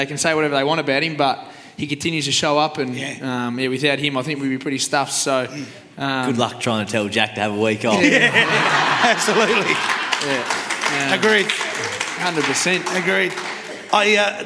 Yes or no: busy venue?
yes